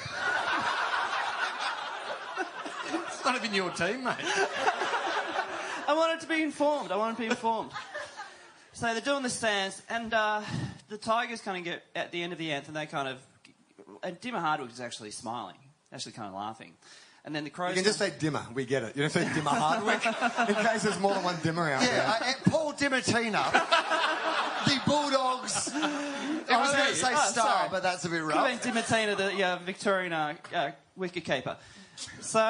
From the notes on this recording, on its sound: Live Post Grand Final Event. The 2nd annual post Grand Final live event.